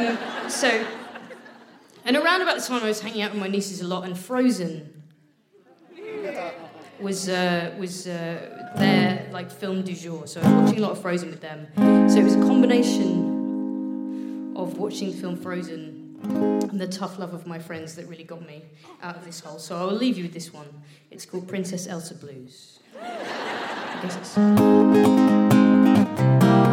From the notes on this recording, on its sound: Live from the Lowry in Salford. Recorded 17 June at The Lowry, Salford.